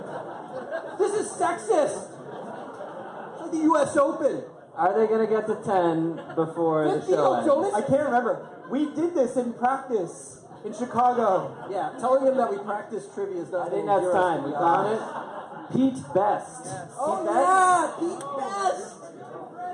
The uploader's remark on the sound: Live At The Rivoli. Host the pod in front of a live audience at the Rivoli in downtown Toronto.